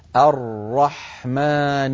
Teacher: الراء هي راءان، راء ساكنة وراء مفتوحة، الراء الساكنة أعطيها حقها من الزمن